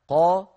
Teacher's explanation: القاف مفخمة لأنها حرف استعلاء ومفتوحة فمرتبتها عالية